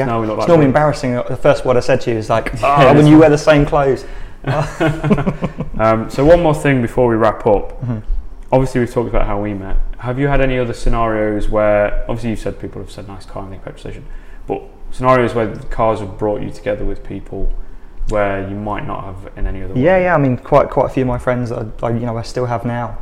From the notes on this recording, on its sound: Allowing us to record in the café. Following our first cars and coffee event.